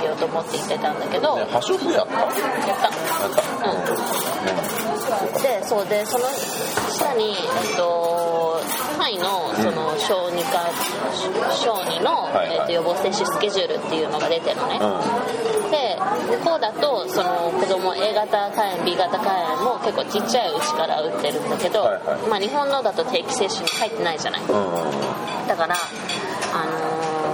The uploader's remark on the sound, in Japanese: レストランで収録したためちょっと聞きづらいですが